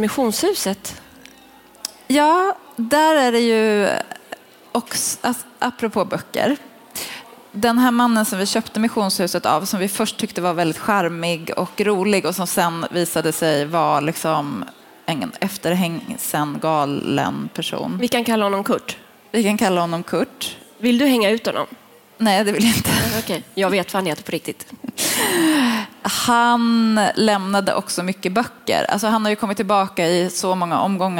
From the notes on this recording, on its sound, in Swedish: En bok blir till – live från bokmässan.